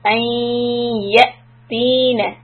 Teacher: أن يأتينا إدغام بضغنة. Hold the ya, two counts, and then the hamza, sukun, a little hiccup.